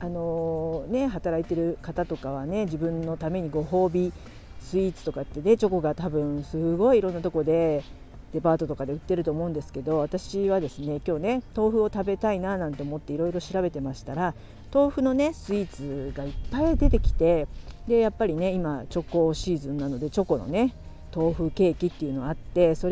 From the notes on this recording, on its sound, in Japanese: 寒い中、公園で収録できましたー笑。子供達を遊ばせてた公園でラジオ収録する日が来るとはー。散歩しながら収録楽しかったです。雑音はすみません。